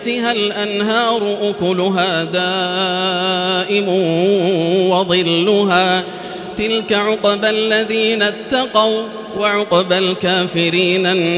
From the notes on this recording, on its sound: Live Recitation from Masjid ul-Haram in Al-Makkah Al-Mukarramah